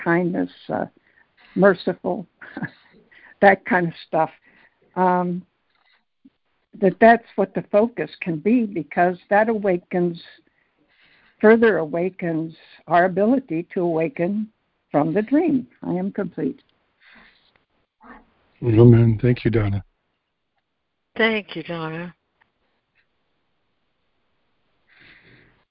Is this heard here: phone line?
yes